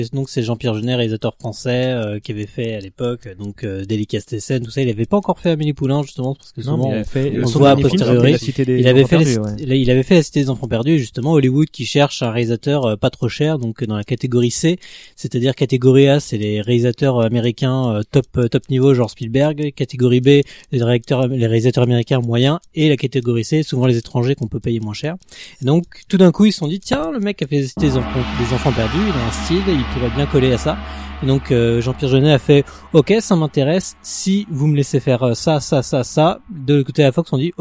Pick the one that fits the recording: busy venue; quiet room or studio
busy venue